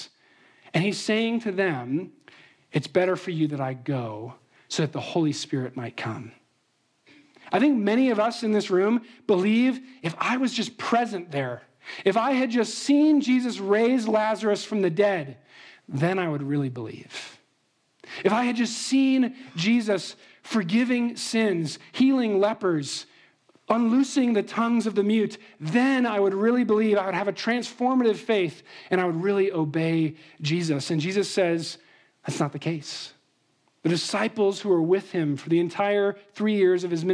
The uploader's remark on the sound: Trinity Anglican Church • Littleton, Colorado